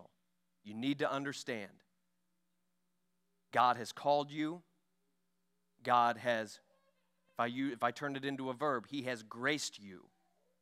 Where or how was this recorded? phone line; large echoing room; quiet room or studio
large echoing room